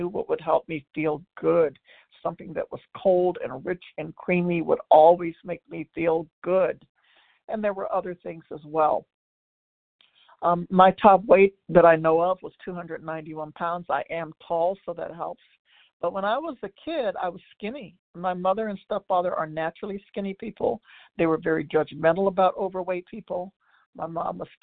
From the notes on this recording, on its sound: 100 Pounders Phone Meeting